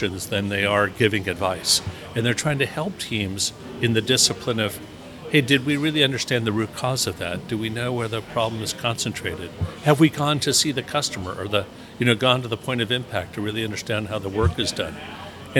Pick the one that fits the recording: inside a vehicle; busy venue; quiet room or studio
busy venue